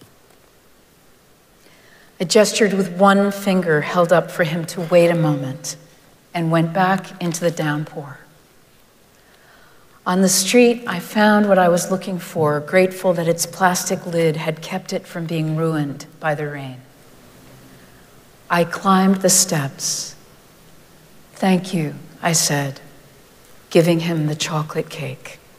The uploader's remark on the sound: Recorded live at Arlington Street Church.